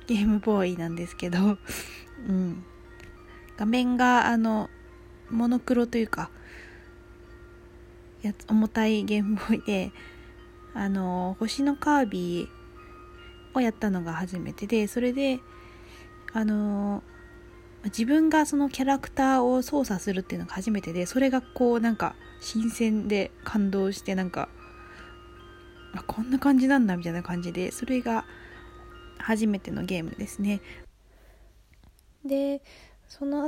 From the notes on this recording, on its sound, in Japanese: From Radiotalk。雑音すみません。